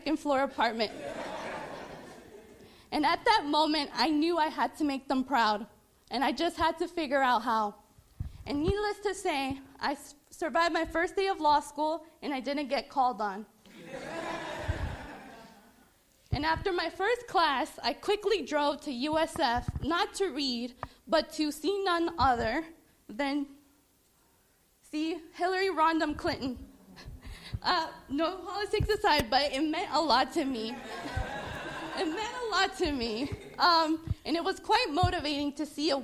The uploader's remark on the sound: This event was recorded live in March 2019 at the Portico Cafe, in Tampa, Florida.